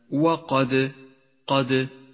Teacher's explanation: صغرى لأنها في وسط الكلمة، بينما القلقلة في كلمة وقد، قد، قلقلة كبرى لأنها في آخر الكلمة